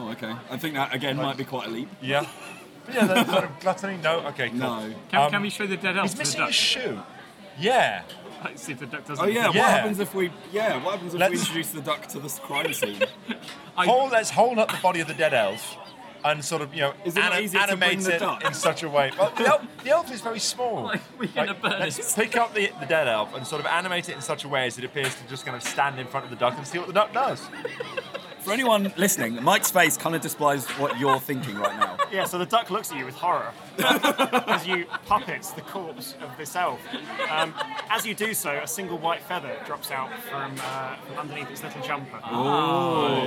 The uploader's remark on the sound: For some reason they recorded this one in a noisy Wetherspoons at St Pancras after doing a real escape room and having lots of beers.